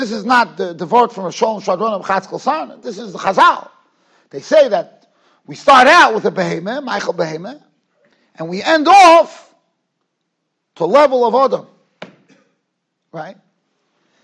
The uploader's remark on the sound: Shiur recorded in Yeshivas Ohr Reuven, Monsey, NY.